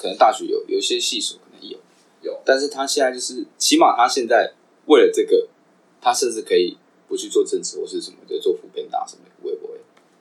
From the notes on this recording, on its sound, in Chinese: 本集麥克風出了點狀況，導致音質出了些問題，請各位見諒